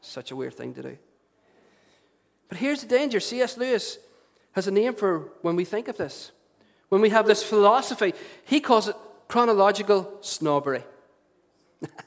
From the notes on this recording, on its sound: Recorded at our storehouse venue.